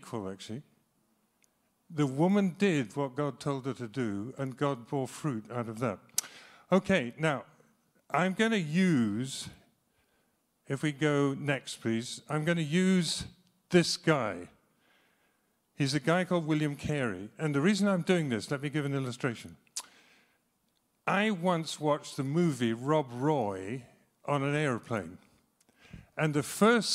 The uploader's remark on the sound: speaks live at Trinity Cheltenham